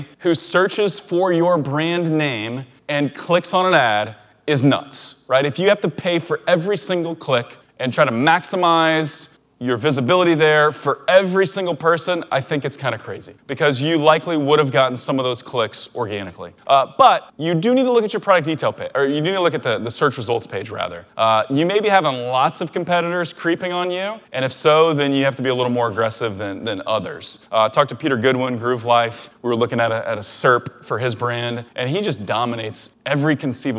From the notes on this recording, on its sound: A recording from a recent talk I gave at …’s Blue Ribbon Mastermind.